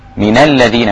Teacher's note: الذال هنا من طرف اللسان مع الثنايا